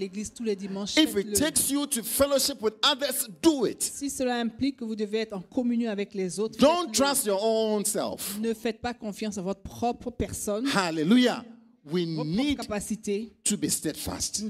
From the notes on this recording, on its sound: Preached during Joyful Hour Sunday Service